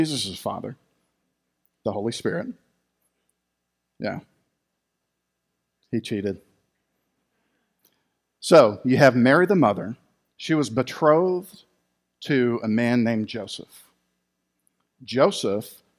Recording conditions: large echoing room